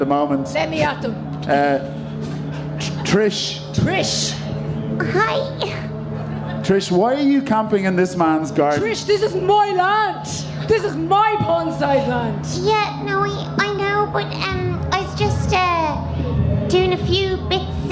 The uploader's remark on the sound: Live at Electric Picnic. On this live episode of Phoning It In recorded at Electric Picnic.